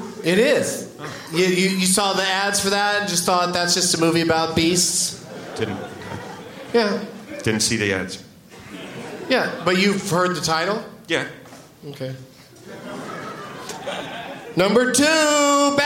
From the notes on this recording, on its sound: Live from the Gramercy Theatre in New York